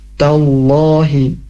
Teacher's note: huruf ta yang berharokat fathah ketemu dengan lafaz Allah, maka dibacanya tebal ya huruf lamnya. Tallahi, jangan Tallahi, Tallahi, tapi tebal.